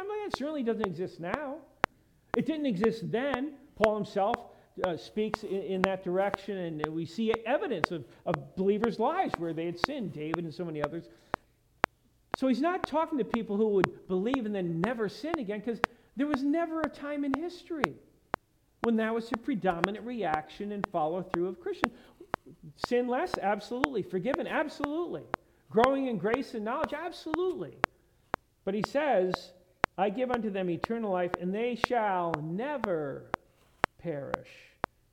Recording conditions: large echoing room